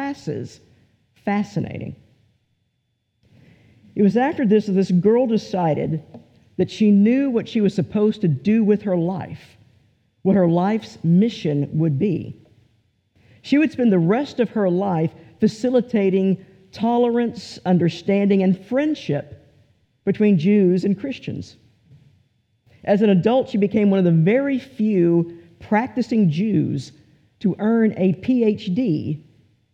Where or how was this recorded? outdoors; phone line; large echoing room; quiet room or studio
large echoing room